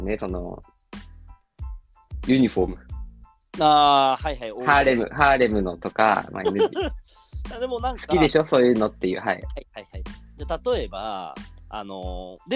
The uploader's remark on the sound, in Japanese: リモート収録2022.04.20